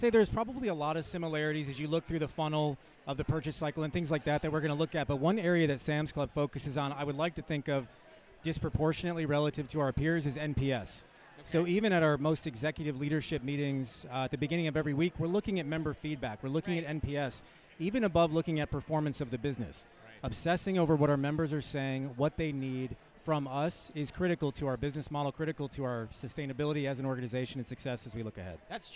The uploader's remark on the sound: Live From eTail